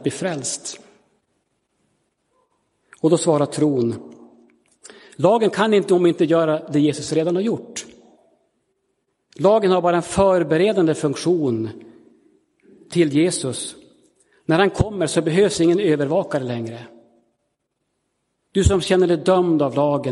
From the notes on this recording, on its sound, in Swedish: Inspelad i Roseniuskyrkan den 11 december 2022.